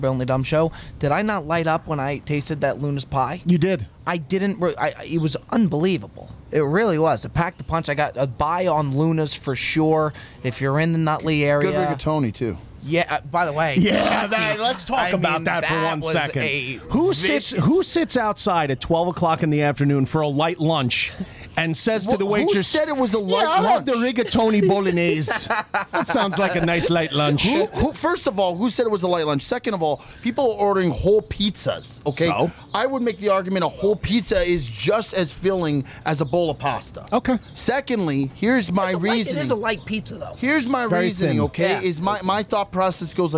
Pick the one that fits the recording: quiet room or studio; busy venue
busy venue